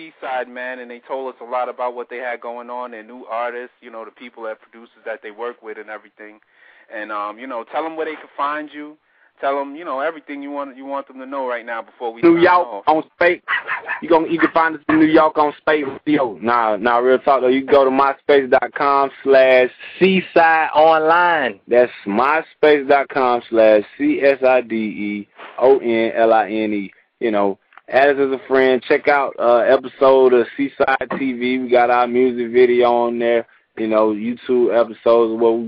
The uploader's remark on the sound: called in today